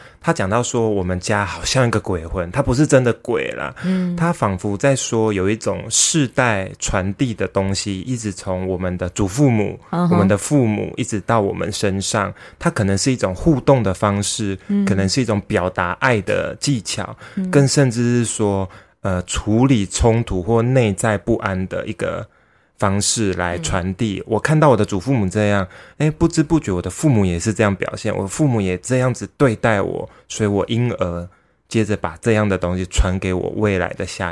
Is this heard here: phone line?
no